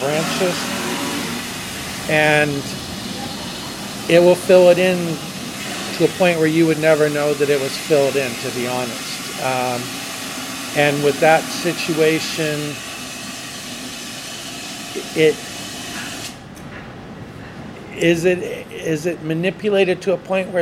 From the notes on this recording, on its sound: Interview on location by the sea.